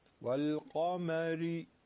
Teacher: حرف را هم که مکسوره و ترقیق میشه